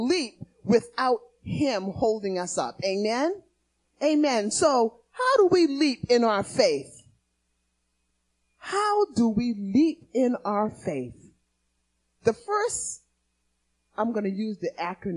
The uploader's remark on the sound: Recorded on 2016-02-28 at the 08:30am Service